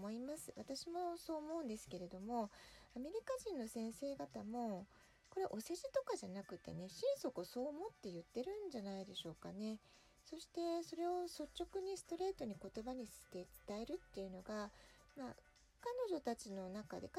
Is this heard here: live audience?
no